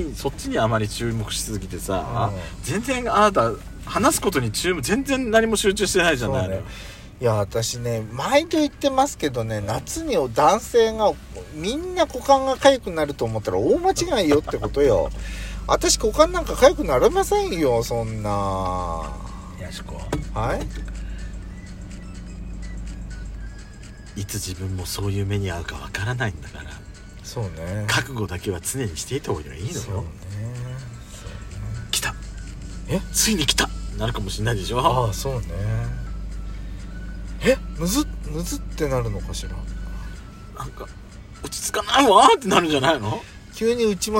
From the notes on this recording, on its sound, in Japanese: パーキング収録